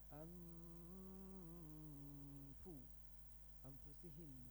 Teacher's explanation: nun mati disembunyikan ikhfa bertemu dengan fa